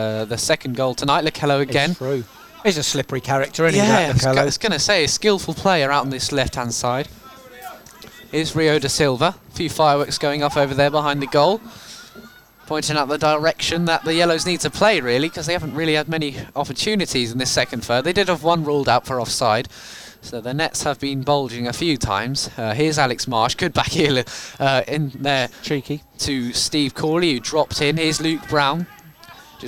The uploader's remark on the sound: It’s an intra-squad friendly at Top Field, in front of a small crowd.